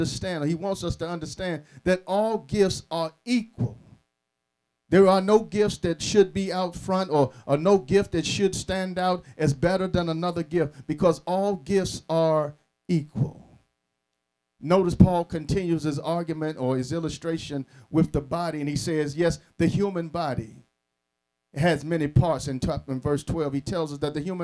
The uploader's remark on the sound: Sermon preached from Wesley AME Zion Church